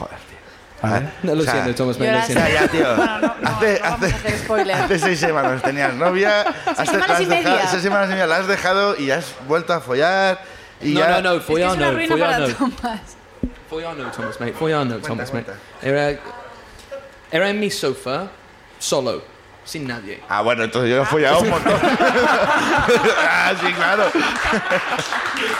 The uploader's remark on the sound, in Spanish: El público también sube a contarnos